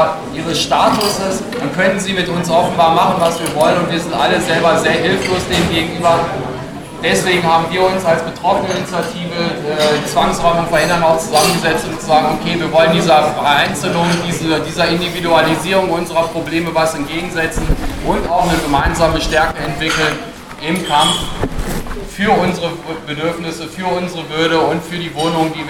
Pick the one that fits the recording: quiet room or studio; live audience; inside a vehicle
live audience